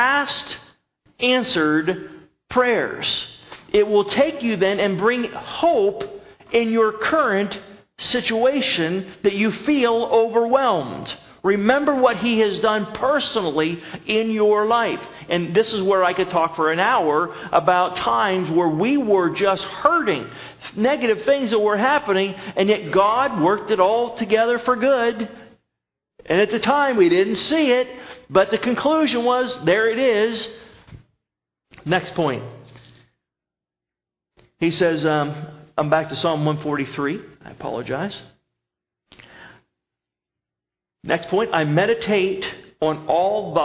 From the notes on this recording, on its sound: At Northside Baptist Church of Elkhart, Indiana.